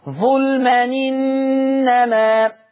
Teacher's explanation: هنقل الكسرة بتاعة الهمزة ووديها على التنوين · Term: النقل